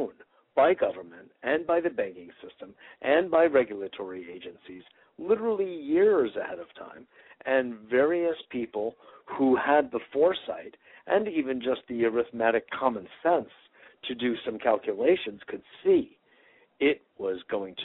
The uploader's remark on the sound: Today is a chance for listeners to call.